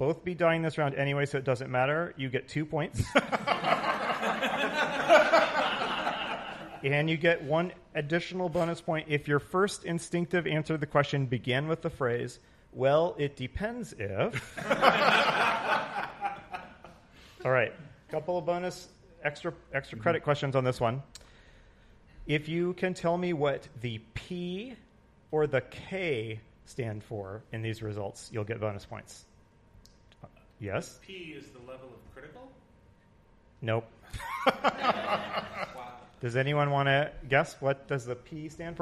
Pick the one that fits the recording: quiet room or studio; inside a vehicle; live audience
live audience